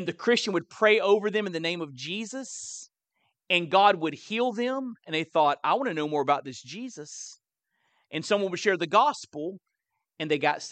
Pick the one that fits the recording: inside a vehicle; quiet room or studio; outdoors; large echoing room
large echoing room